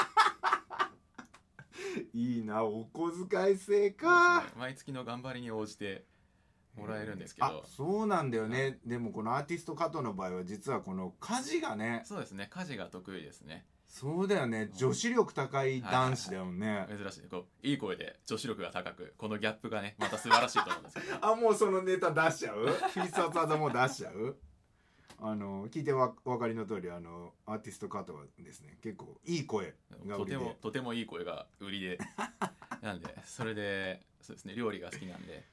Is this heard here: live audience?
no